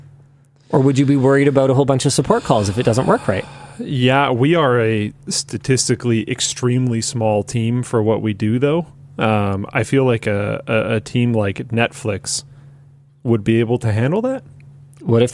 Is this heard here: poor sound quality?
no